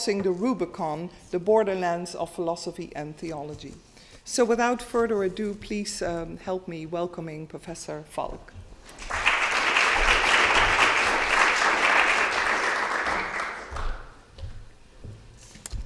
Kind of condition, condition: setting, large echoing room